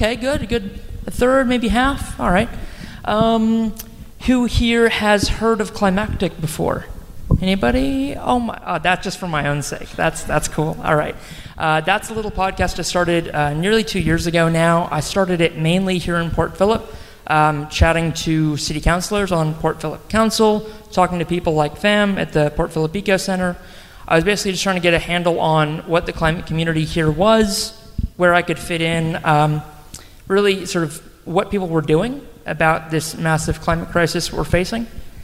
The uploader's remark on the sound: Anote's Ark panel from the Astor Theatre. Transitions Film Festival brought a film screening to Port Phillip in Melbourne. Record the post-screening panel as a live episode.